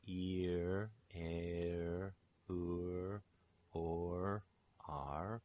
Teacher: In North American English, where we have typically rhotic diphthongs that are, the centering diphthongs are rhotic, they have R coloring, typically near, square, cure, north, and start. Those all slide ear, air, oor, or, ar, sliding towards that r sound in the middle. And in North American English, that is a rhoticized central position.